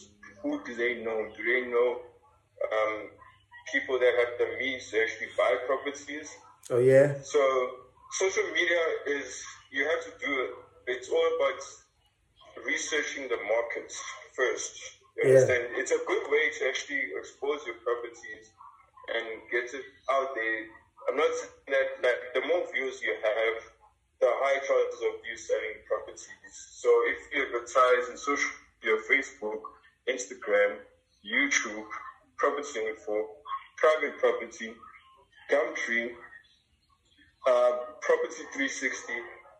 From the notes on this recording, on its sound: Had a telephone Call